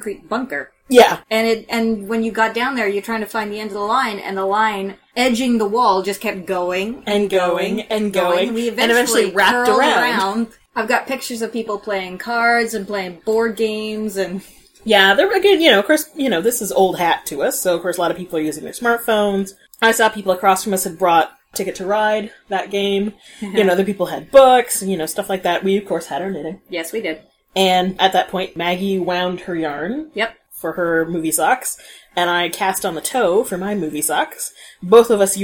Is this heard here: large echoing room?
no